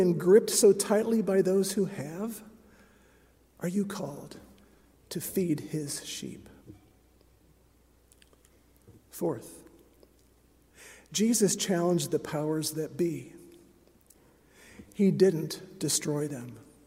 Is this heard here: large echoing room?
yes